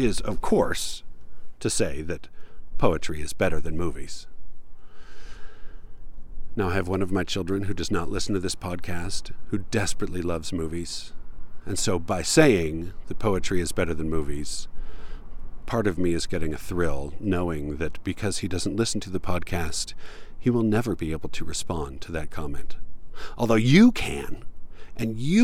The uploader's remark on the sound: Recorded in a tiny little canyon that I never learned the name for, but it was peaceful and quiet.